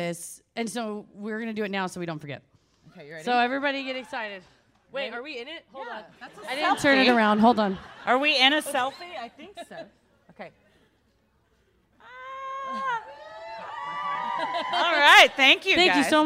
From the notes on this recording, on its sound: Recorded Live at Wiseguys, Salt Lake City.